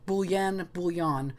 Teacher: The L is a soft, like a very light L, and it can be yon or yen.